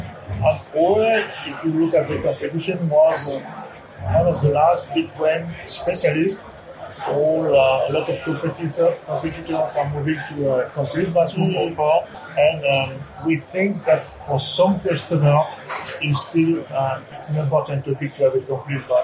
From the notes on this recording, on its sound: To round off Season Seven, we're off to Germany. Frankfurt to be precise as last week saw the return of ISH, the huuuuge bathroom exhibition. We'll be catching up with her live at the show.